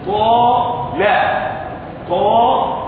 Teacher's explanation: فعندما وقعت القاف قبل الالف الساكنه فخمت الالف واستعلت قال وارى اقوى منها قال قال.